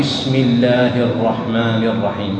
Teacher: إذا سبقت بكسر سواء كان الكسر أصليا أو عارضا لا يهم، لفظ الجلالة سبقت بكسر عارض أو أصلي اللام ترقق